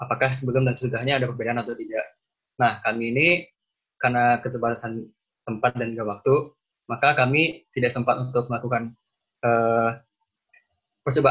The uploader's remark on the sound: Zoom Meeting